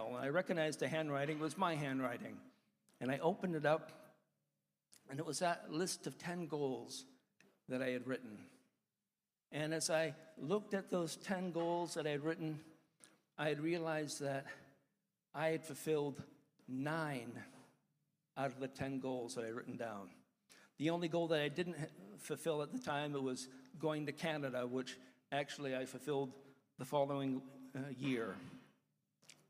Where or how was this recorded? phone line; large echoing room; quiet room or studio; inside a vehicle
large echoing room